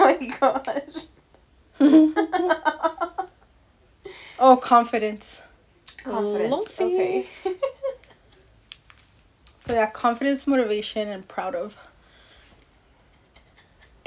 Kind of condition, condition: fault, sounds in the background